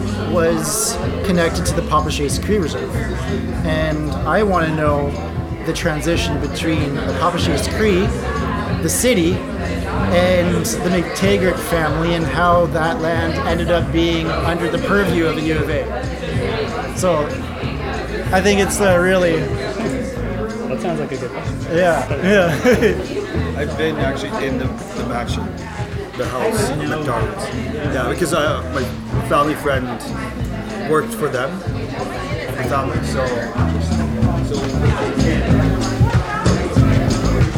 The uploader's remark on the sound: On September 29, Let’s Find Out hosted a live podcast recording at the Aviary, with short talks and activities about parks.